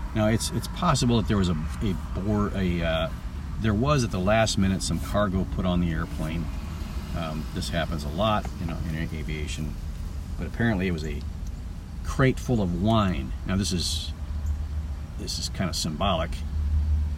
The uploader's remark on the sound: This podcast comes from my car. Not while driving.